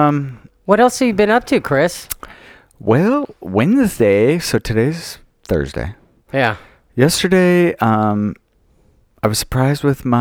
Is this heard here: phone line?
no